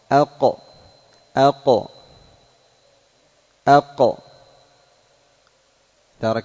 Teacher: قال: أقصى الحلق أقصى اللسان، أي الخامس أقصى اللسان، أي أبعده مما يلي الحلق وما يحاذيه، وما يحاذيه من الحنك الأعلى، ويخرج منه القاف. أق أق أق.